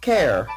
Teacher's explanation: The Ottawa Valley accent also includes the fronting of the A sound before the letter R. So this means the word car becomes care.